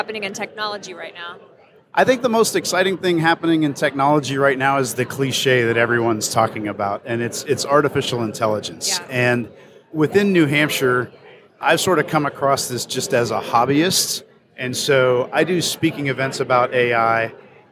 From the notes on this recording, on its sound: During the NASCIO Annual Conference in Minneapolis. Interviewed nine attendees.